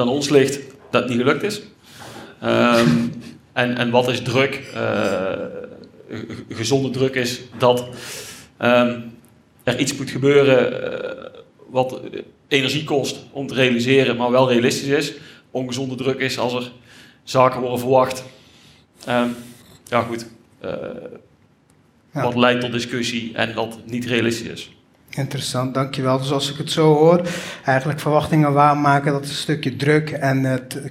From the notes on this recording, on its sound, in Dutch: Deze uitzending is opgenomen tijdens de het live-event in samenwerking met Q Concepts. 80 aanwezige luisteraars.